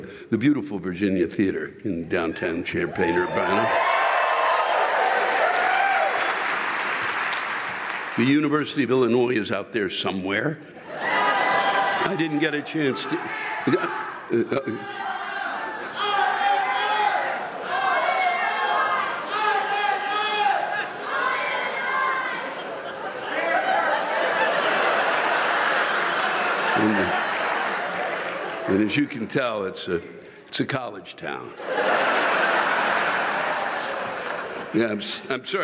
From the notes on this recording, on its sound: The live rants come from the Virginia Theater in Champaign IL on May 1, 2022.